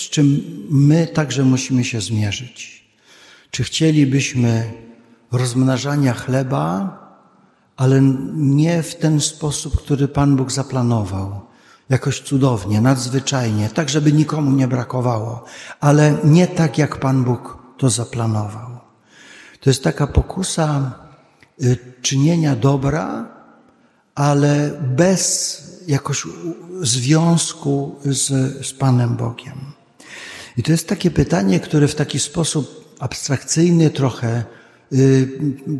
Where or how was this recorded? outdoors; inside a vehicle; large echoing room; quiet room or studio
large echoing room